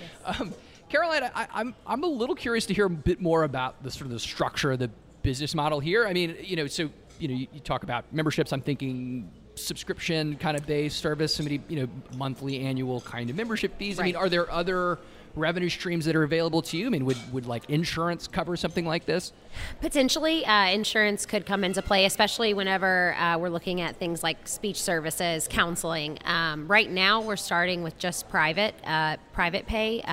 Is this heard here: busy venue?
yes